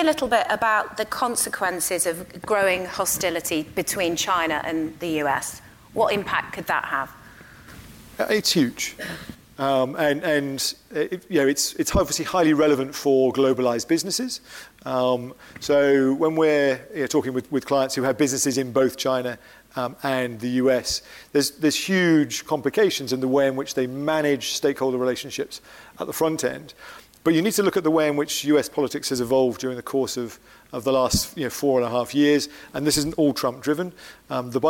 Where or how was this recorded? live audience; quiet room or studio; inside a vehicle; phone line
live audience